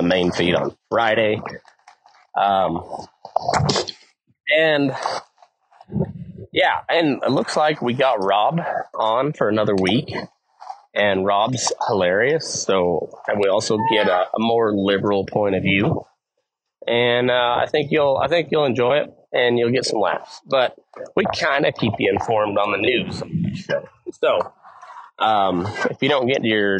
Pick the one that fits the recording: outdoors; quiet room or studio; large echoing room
outdoors